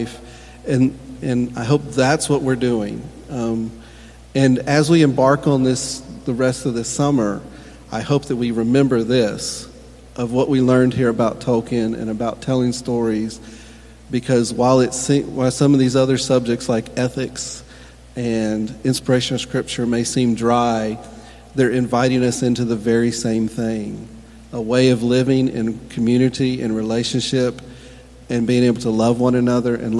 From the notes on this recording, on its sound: Recorded during a live panel discussion.